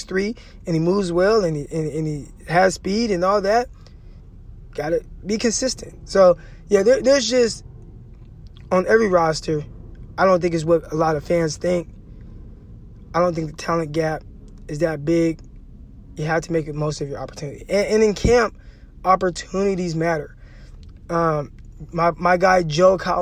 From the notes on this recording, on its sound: records live from 49ers training camp